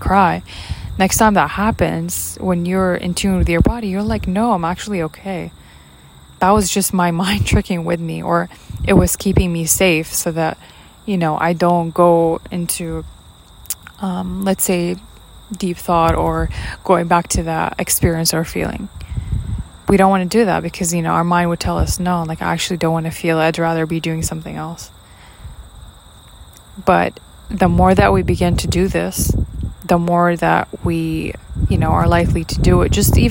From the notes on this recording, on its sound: my mic caught up wind noises from the background, I apologize for that